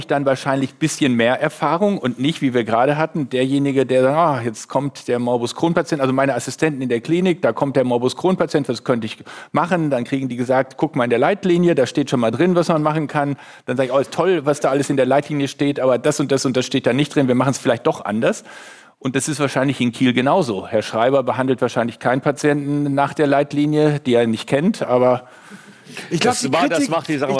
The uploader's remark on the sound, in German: Live von der DGVS